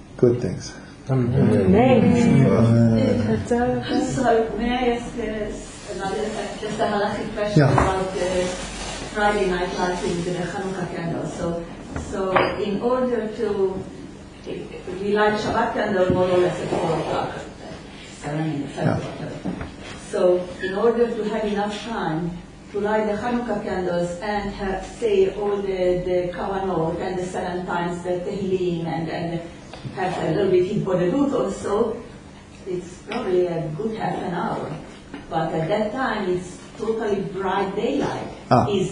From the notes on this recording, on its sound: This audio is a recording of a Chanukah gathering that includes teachings, stories and music relating to Chanukah.